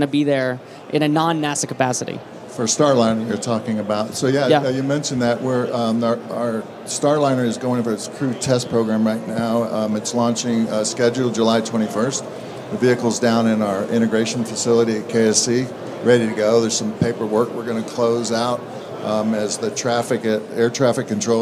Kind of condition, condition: setting, busy venue